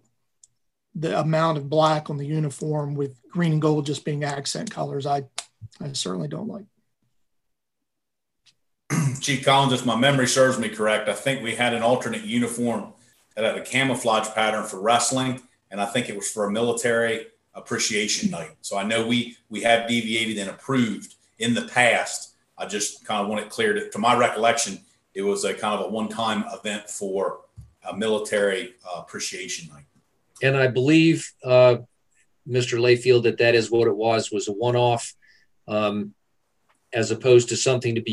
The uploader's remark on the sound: An audio recording of the Indian River Board of Education regular monthly meeting. This meeting was conducted online using the Zoom video conferencing platform.